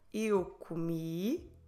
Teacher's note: let's stress that last syllable